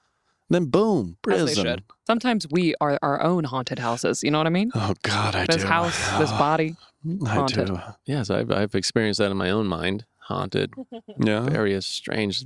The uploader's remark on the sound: Kick back and relax with us on our Dad’s stoop in Boston